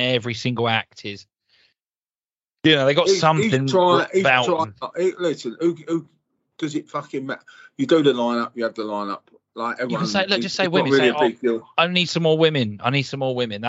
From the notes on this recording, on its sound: Coming to you live from New York and Morocco! Here via skype.